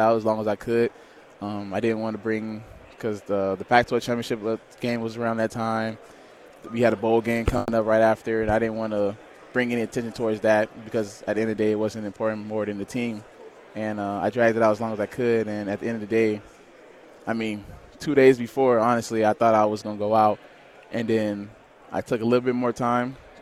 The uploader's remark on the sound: live from Pac-12 Media Day